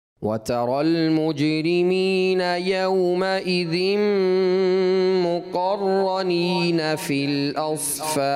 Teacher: اوس فاد دال میں بھی کلکلا ہے